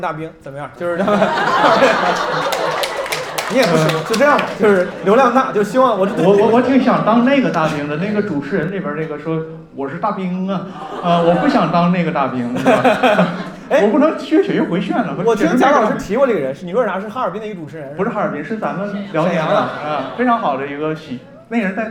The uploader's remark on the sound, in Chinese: 这两期是同一次录制，因为音频时长过长，我们分成了上下两期。在大风天喜剧的剧场录制。